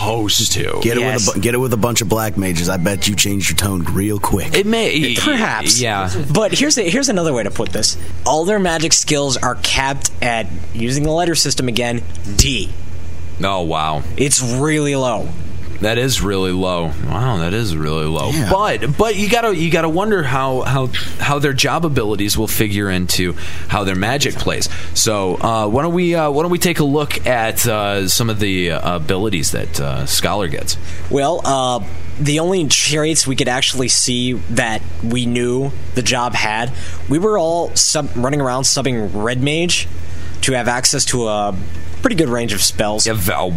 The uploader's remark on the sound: Limit Break Radio's 2007 Fan Fest Special Day 1. We also have interviews and actual event audio. Many of the other activities at this years Fan Festival.